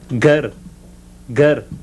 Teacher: Now a voiced velar plosive.